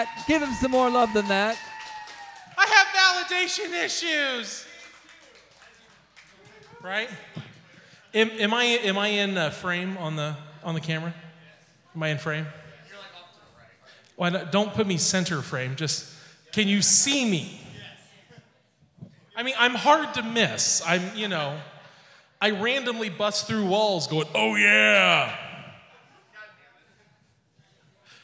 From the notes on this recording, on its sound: This recording was taken live at Yellow Cab Tavern on May 15th 2022.